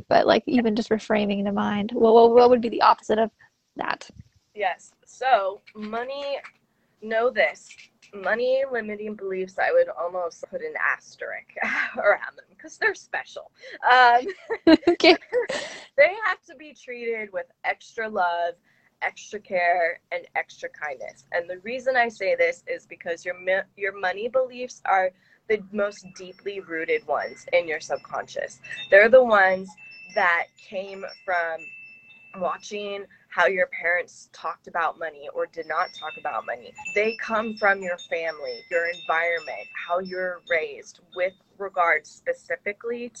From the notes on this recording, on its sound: we both recorded this sitting outside on our decks so you’ll probably hear some nature sounds in the background